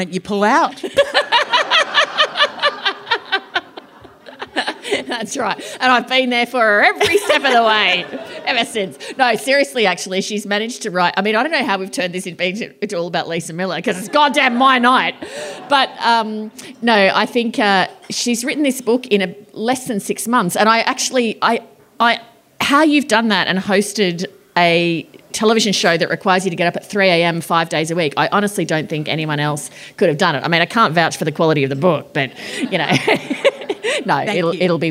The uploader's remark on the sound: Over an intimate dinner at award-winning winery Montalto. This event was recorded on Friday 6 October 2023 AT Montalto as part of Spring Fling.